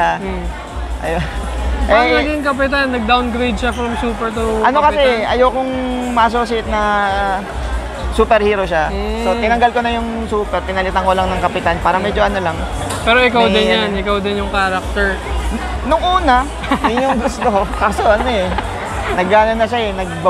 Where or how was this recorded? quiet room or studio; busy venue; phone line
busy venue